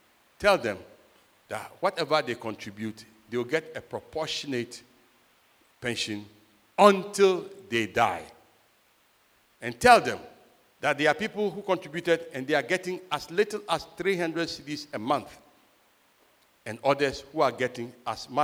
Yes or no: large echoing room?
yes